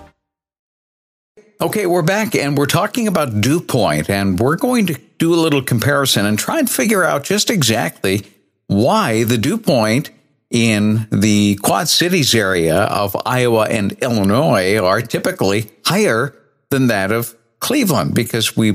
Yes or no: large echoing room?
no